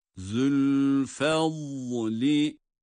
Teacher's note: dat harfi kendi mahrecinden çıkan özel bir sesiyle okunuyor ve kalın.